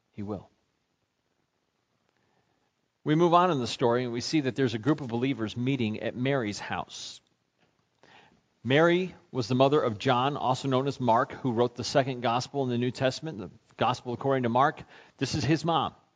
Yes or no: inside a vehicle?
no